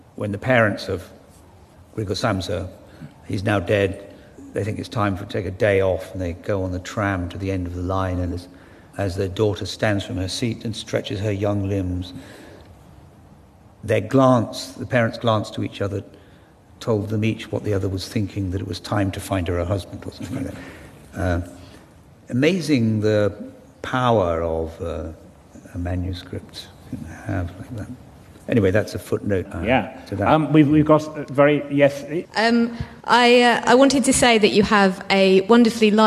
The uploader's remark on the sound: The award-winning novelist explains to a Guardian Live audience.